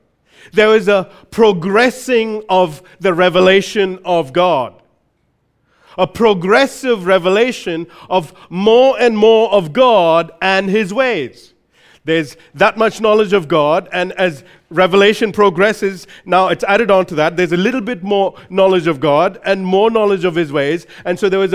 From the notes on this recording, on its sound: recorded live at Grace Community Bible Church